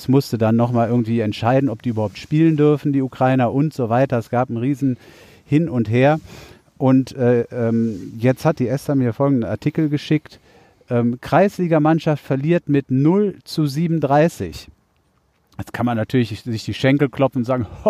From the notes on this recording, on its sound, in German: Als Bonus Live auf Band: Spontane Donuts auf dem Asi-Parkplatz und eine neue Stimme am Mikrofon.